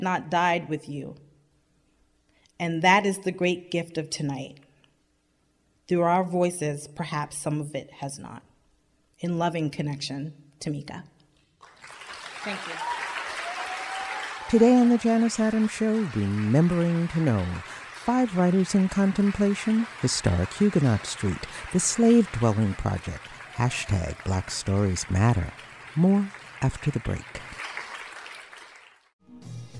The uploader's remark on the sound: They perform their monologues before a live audience at the historic Reformed Church of New Paltz.